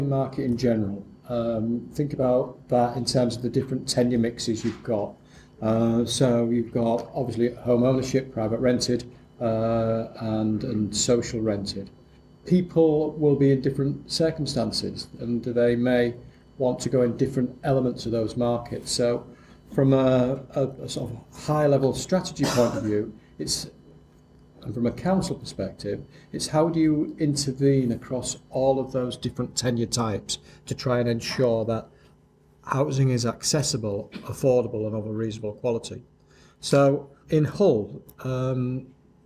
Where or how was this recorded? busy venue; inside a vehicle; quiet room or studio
busy venue